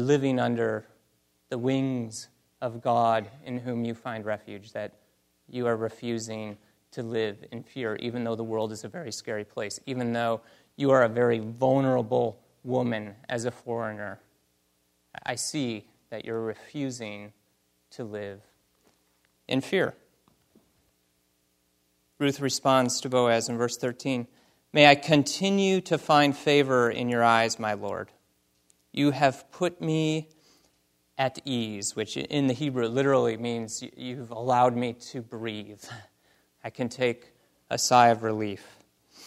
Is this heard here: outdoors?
no